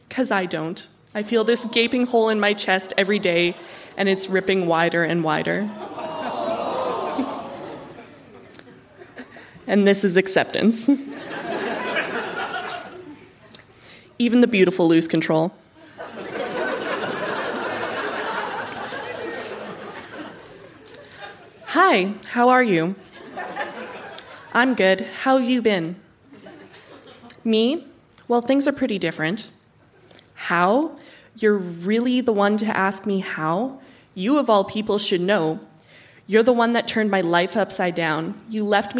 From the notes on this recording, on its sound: Recorded live at the Park Theatre in Winnipeg.